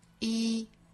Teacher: Even 前面这个元音呢应该是紧音所以发的时候要左右嘴角裂开发